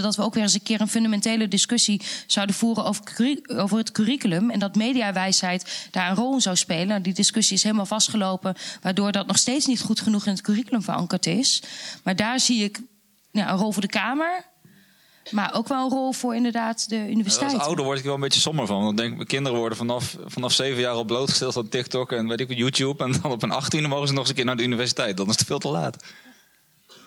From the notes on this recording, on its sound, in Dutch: Gesprek tijdens Denkwerk Festival. De Lindenberg | Radboud Reflects en Faculteit der Filosofie, Theologie en Religiewetenschappen van de Radboud Universiteit.